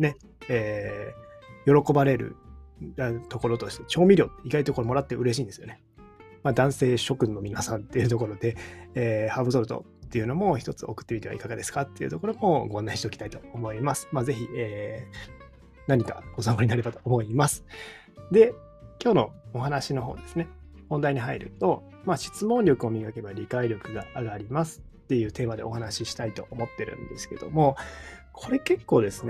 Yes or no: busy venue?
no